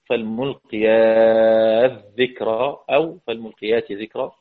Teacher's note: قرأ خلاد بخلف عنه بإدغام التاء في الذال من قوله تعالى فالملقيات ذكرى في المرسلات